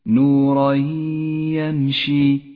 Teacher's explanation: جاء التنوين وبعده حرف الياء، والواجب أن نسقط التنوين من اللفظ، لذلك لون بالرمادي، وأن نقف بغنة زمنها حركتان على الياء، · Term: إدغام بغنة